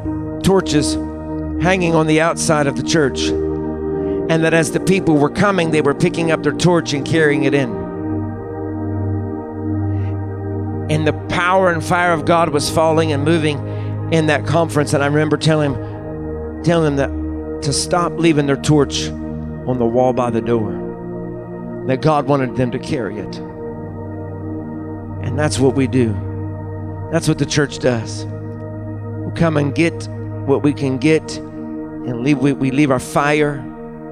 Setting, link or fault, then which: setting, large echoing room